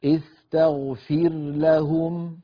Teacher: فعلينا أن نظهر الراء عند اللام